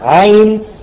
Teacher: لأن نقول عين جاءت ياء ساكنة وقبلها حرف مفتوح فهذا يسمى اللين · Term: حرف لين